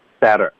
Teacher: 特的音，我们用一个弹舌音 better